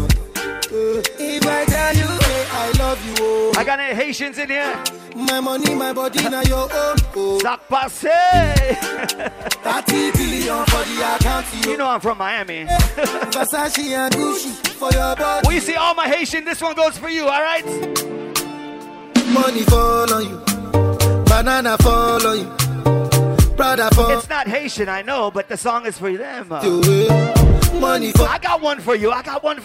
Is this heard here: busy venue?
yes